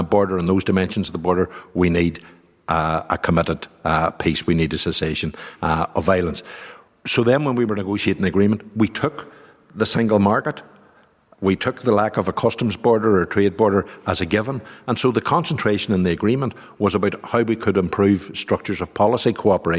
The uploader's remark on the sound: live in the Guildhall in Derry